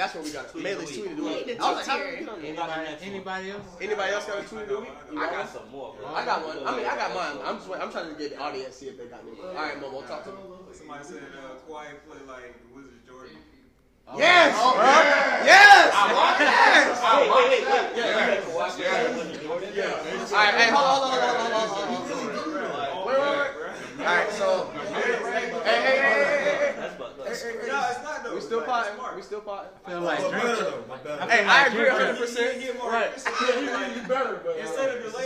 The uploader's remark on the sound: Squad Studio Audience. WE GOT AN AUDIENCE!